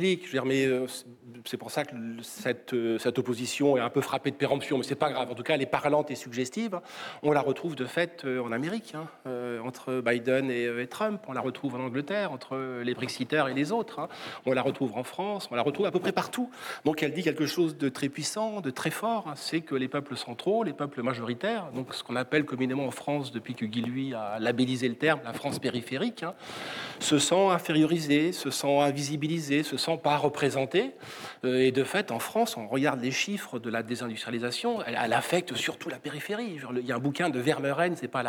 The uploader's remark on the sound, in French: L'émission de RT France en public